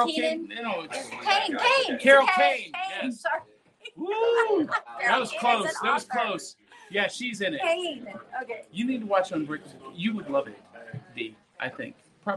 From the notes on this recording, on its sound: live at Smokey's Toys & Collectibles